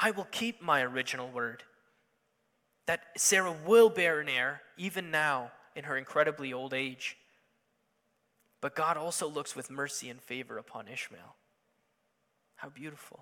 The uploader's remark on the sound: Sunday Morning Service